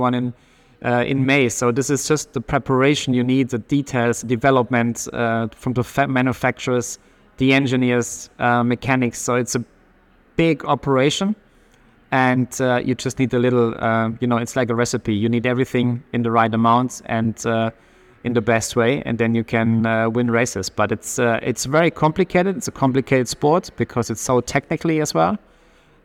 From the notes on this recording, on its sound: Live from the Porsche garage at Le Mans. Live from the 100th 24 Hours of Le Mans.